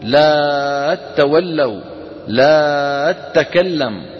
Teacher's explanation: ويمدون حرف المد مدا طويلا كاللازم، هذا في حال وصل التاء المشددة بما قبلها